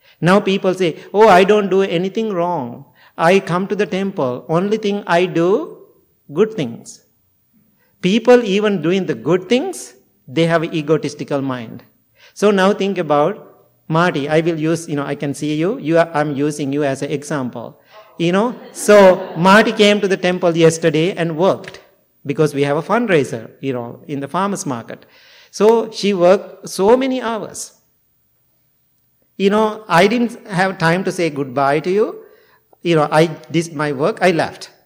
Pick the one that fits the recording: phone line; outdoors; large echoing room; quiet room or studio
large echoing room